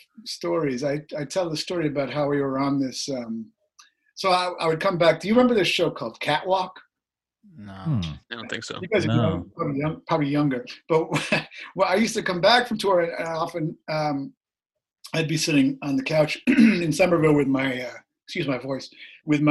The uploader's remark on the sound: We got to zoom it up.